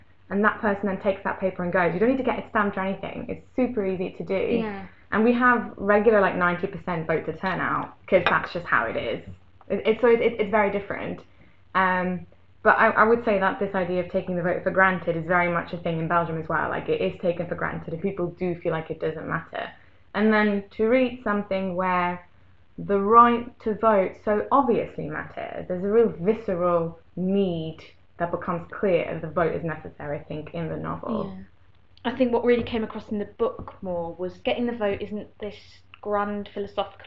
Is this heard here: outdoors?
no